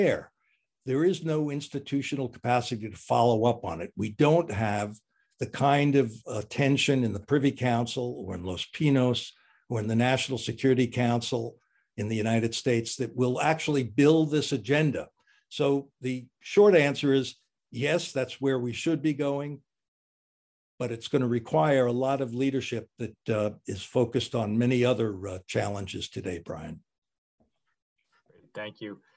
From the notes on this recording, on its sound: This episode is an except from our Annual Trade Conference, which took place virtually on March 8th, 2022.